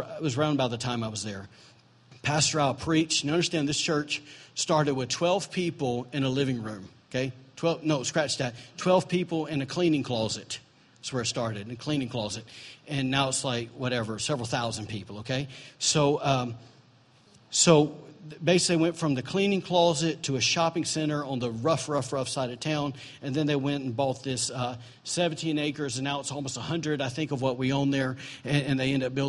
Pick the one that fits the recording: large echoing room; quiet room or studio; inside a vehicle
large echoing room